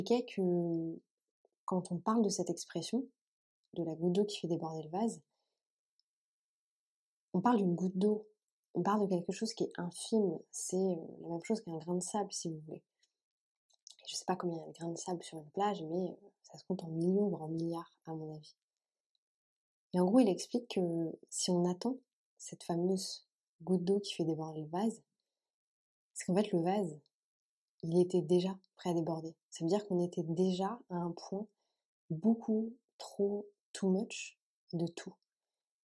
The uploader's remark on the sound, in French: Petit problème de son, mais ça me semble consommable